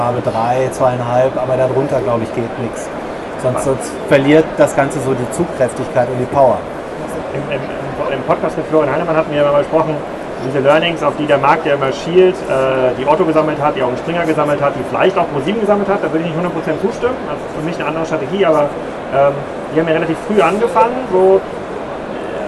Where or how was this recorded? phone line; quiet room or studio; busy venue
busy venue